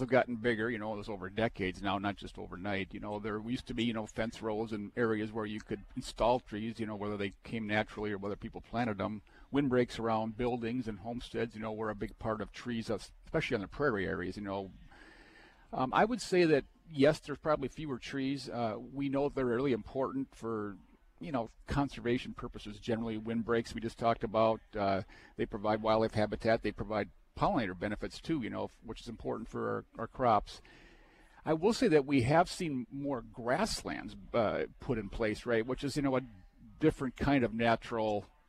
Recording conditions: busy venue